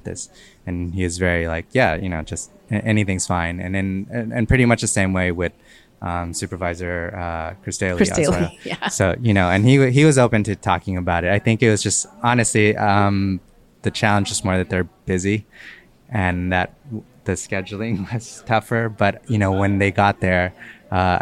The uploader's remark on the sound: Live broadcast from the SFFilm Festival's filmmakers lounge. In this live interview.